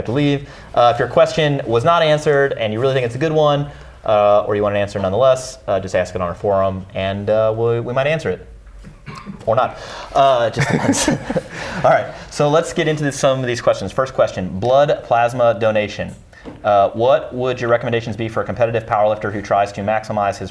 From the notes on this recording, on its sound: This Q/A was recorded at our 2019 Berlin Seminar held at Berlin Strength.